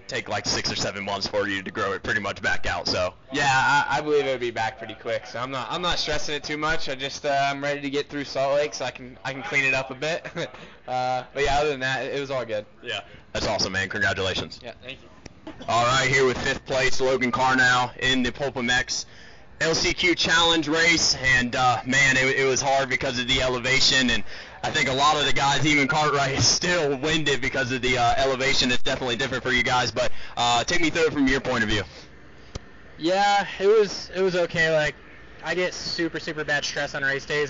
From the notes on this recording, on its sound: Sorry for the audio quality.